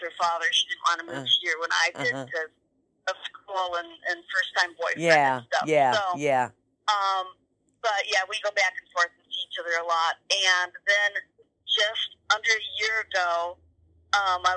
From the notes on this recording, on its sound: makes a couple phone calls to speak with fans